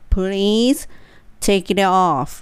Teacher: please の時は L が入るので歯の裏に必ずベロを当てて please じゃなくて please ですね。レレレ歯の裏に当てる。please take it off take it off take it off